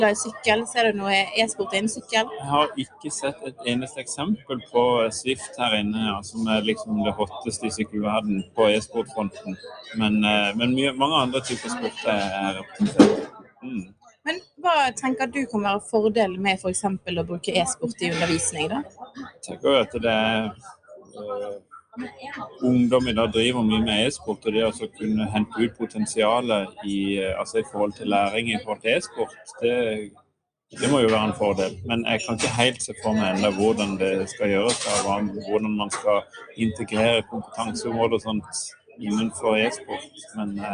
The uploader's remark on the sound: A glimpse of the world's largest tradeshow on education technology. Recorded at the tradeshow last year.